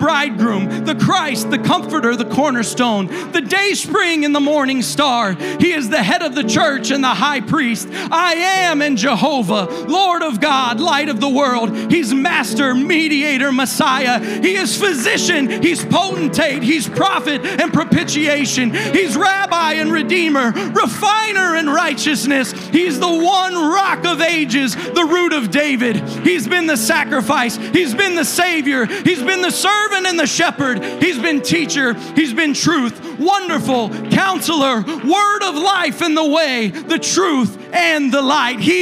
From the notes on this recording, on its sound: a service recording from Connect Point UPC